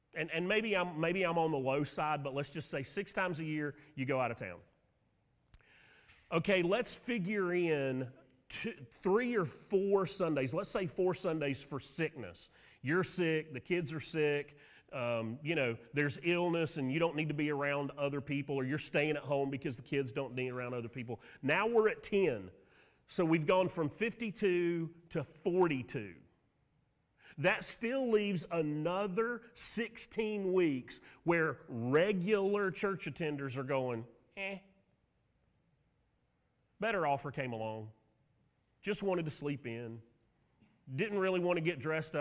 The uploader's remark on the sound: Sermon audio from Mission Church in Locust, NC.